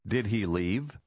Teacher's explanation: Обратите внимание, как повышается интонация к концу вопросительной фразы.